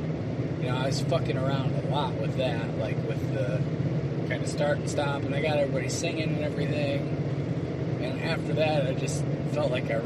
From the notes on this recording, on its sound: This ones a 2 part-er and both were recorded in the car, so the audio is not great. On the way to a show.